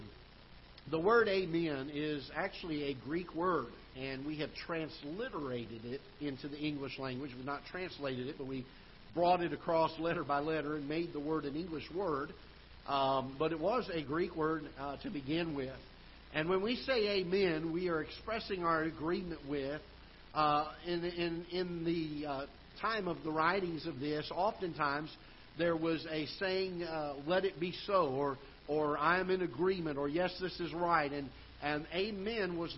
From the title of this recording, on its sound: Ketha Heights Baptist Church ~ Live Broadcast